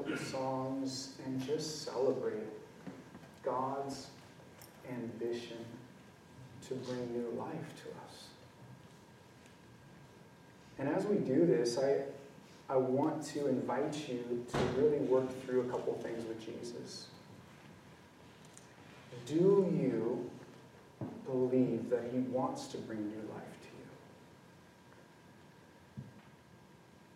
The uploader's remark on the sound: This message was recorded on January 22, 2023, at View Ridge Middle School in Ridgefield, Wa.